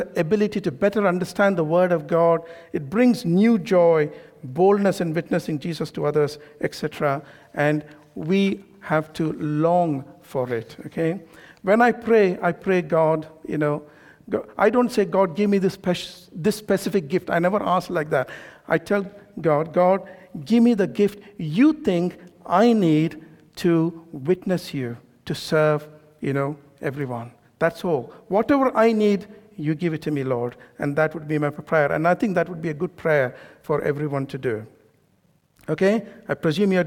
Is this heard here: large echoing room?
yes